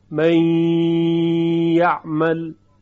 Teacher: این غنه نون باقیه، گرچه مخرج نون دیگه نیست اینجا، ما یک یا داریم میگیم، یا رو صوتش امتداد میدیم و غنه رو هم روش پیاده میکنیم، من یعمل یا من ولد، این رو میگن ادغام ناقص.